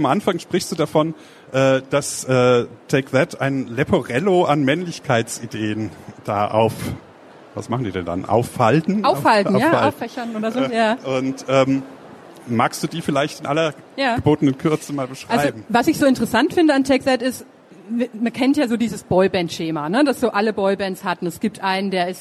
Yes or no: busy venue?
yes